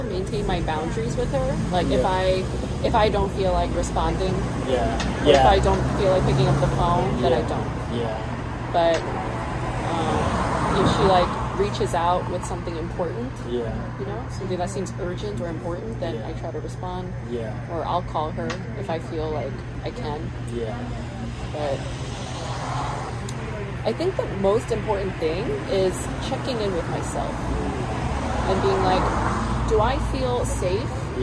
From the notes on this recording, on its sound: They chat outside a coffee house in Long Beach.